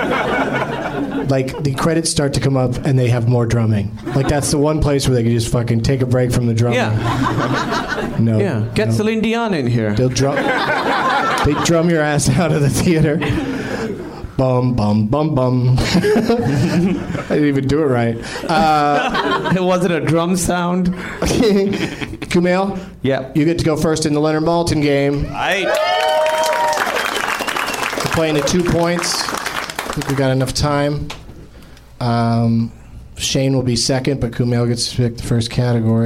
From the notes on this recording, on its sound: Live from the NerdMelt Showroom in LA